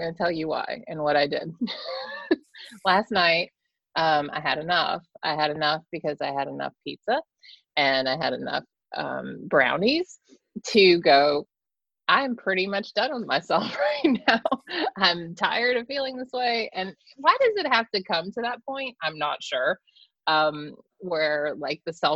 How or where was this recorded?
video call